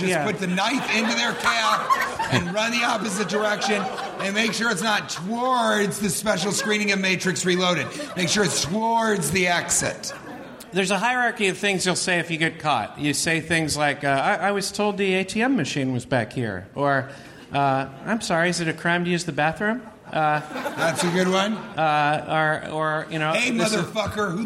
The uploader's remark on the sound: Live from Comedy Central's Clusterfest!